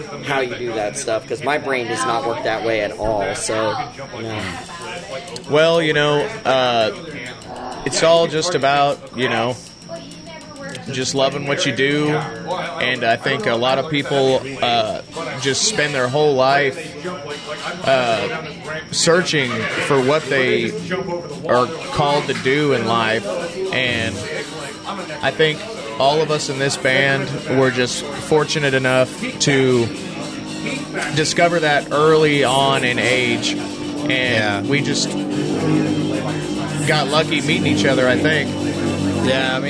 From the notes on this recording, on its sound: Live at Grand Royale. It was an enjoyable experience to chat with these talented individuals while we conversed outside, accompanied by the energetic performances of various bands inside. I would like to extend my gratitude to the Grand Royale for graciously allowing me to set up and record an episode at their establishment.